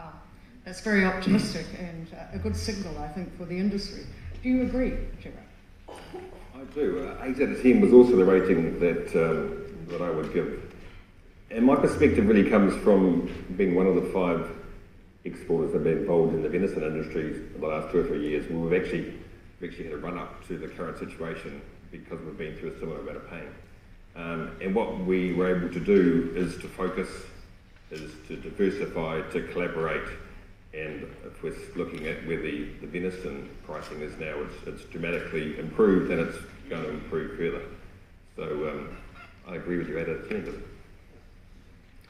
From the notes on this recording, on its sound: 2023 Red Meat Sector Conference Panel discussion. In this panel discussion from the 2023 Red Meat Sector Conference.